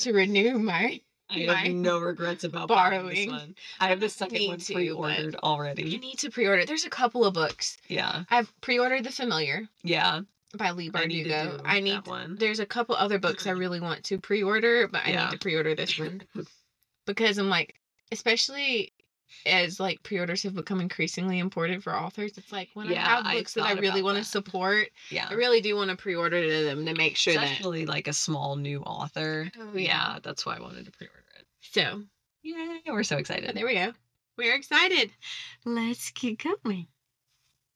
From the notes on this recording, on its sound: Bear with us through our technical difficulties this episode. We're trying to get used to new things. If you want to skip to the clearer audio, that starts about an hour in.